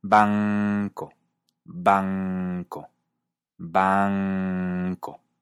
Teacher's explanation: la N que haces ahora se hace con la parte de atrás de la lengua apoyada contra la parte de atrás de tu boca adelante de la campanilla · Term: consonante velar